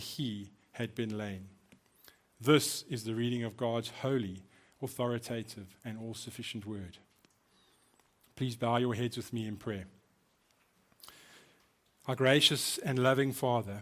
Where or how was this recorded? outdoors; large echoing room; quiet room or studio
large echoing room